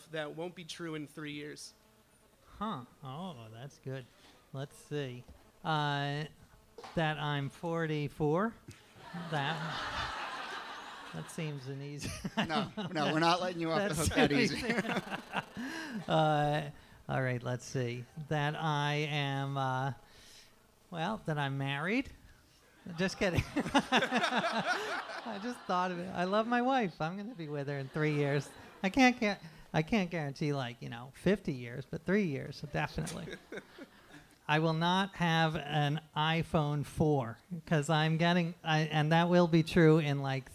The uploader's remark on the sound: Ask Roulette is a conversation series in which strangers ask each other questions on stage. Our January birthday event at Housing Works Bookstore in New York City. Some audience members.